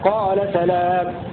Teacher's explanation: وقرأ الباقون بفتح السين واللام وألف بعدها قال سلام